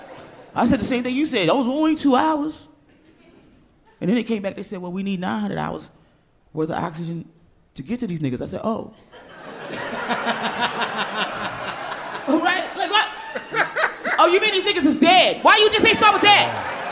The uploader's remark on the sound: Live from NYC!